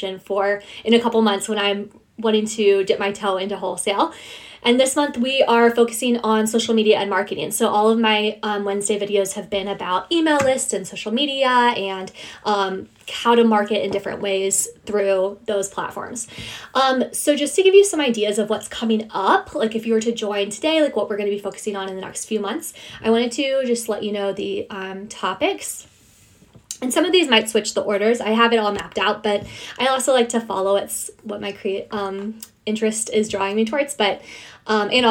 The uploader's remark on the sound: sharing my Instagram live